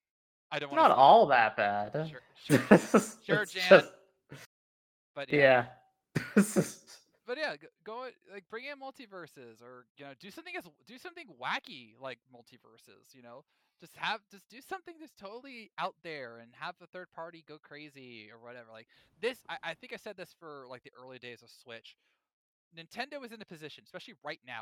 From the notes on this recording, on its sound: despite MORE technical difficulties with sound, they're going to push on!